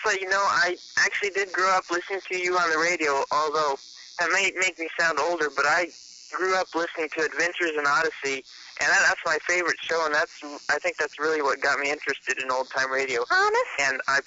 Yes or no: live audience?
no